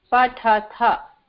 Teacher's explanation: First one is not, but second and third sounds are aspirated.